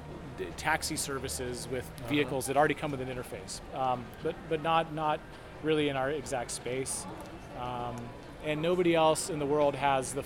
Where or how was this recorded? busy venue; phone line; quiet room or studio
busy venue